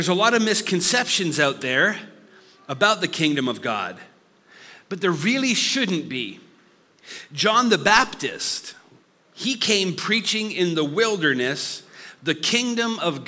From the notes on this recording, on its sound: Listen to this live recoding of our Summer series.